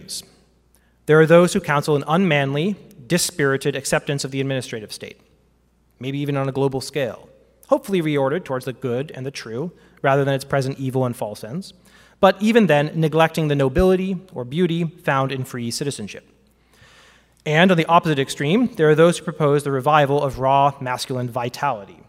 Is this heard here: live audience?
yes